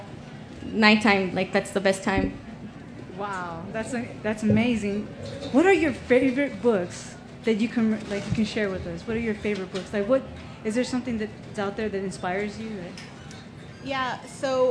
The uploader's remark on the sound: a panel from the Pima County Public Library Nuestras Raices Pavillion